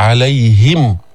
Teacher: فالهاء حرف حلقي يخرج من أقصى الحلق